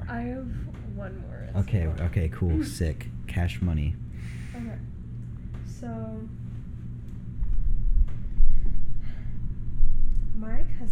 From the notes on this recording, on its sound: audio is a lil rough in this one sorry